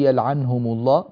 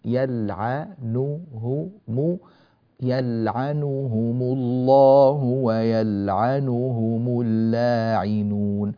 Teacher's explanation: الصواب هو أن يكون هناك ضم كامل بزمن حركة تامة لحرف النون · Shown in: second take